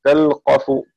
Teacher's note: الشرح: قرأ حفص تلقف، تلقف هنا أي في الأعراف، وفي الشعراء وطاها بتخفيف القاف ويلزمه سكون اللام